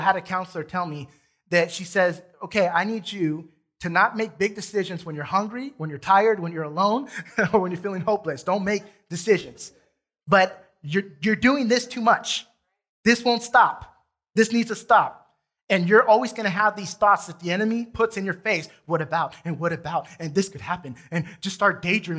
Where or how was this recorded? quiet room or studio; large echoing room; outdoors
large echoing room